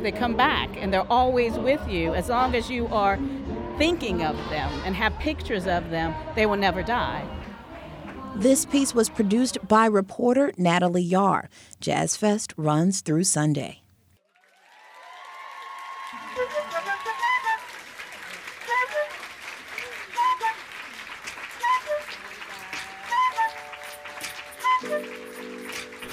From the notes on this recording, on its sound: A special postcard from the festival grounds.